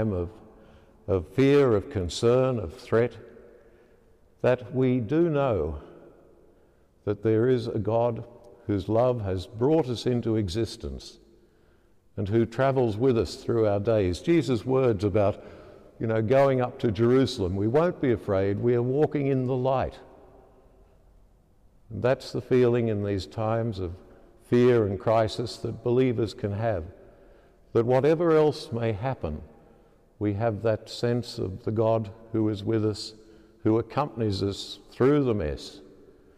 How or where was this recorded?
large echoing room